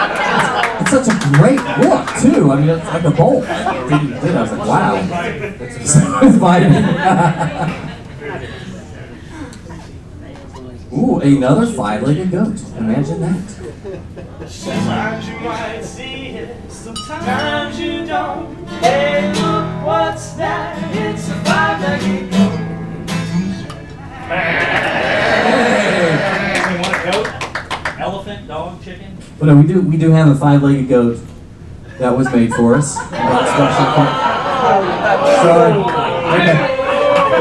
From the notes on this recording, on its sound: Live Show for EPCOT's 30th Anniversary in the Norway Pavilion. We are LIVE from the Norway Pavilion for our EPCOT 30th Anniversary Show.